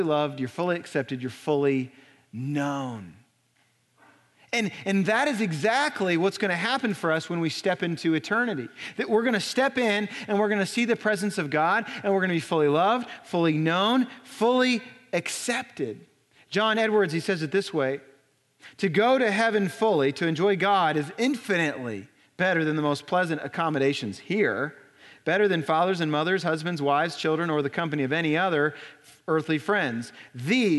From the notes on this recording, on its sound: Recorded on April 8, 2018 at Graceland Baptist Church in New Albany, Indiana.